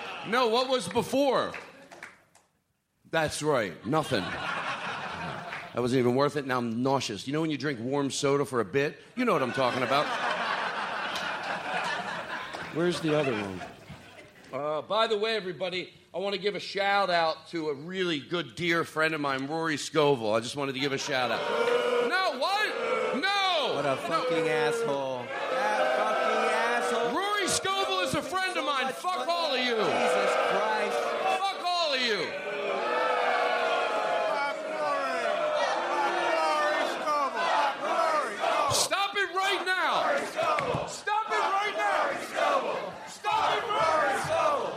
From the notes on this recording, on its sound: Live from the LA Podcast Festival 2016. Live at the LA Podcast Festival with a few special drop-ins!